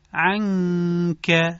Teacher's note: جایی که حرف نون به حروف لاغر میرسه، باید فضای اخفا هم از صدای نازک و لاغر برخوردار باشه، مثل عنک. دیگه اینجا صدا رو درشت نمی کنیم، چون قرار ما صدای اخفا رو تطبیق بدیم با صدای حرفی که نون بهش متصل شده.